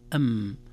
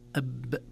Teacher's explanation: الميم بانطباق الشفتين مع رخاوة أو عدم شدة وعدم حبس الصوت، أما الباء أب بحبس الصوت